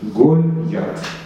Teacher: Два слога. Первый слог закрытый, безударный.